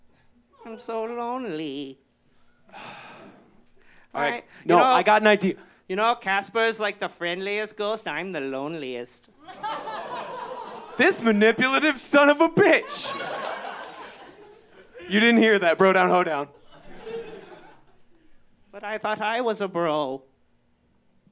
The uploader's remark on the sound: Presentation of our live show from 6/30/18 at the beautiful Monocle in St.